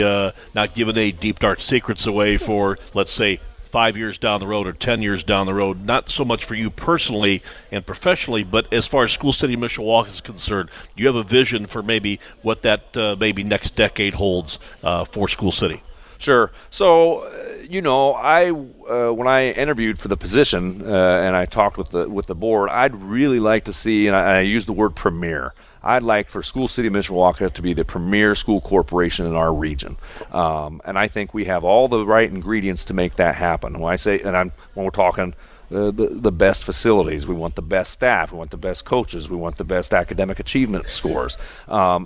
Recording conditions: busy venue